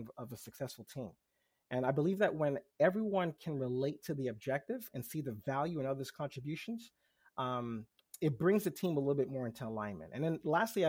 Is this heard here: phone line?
no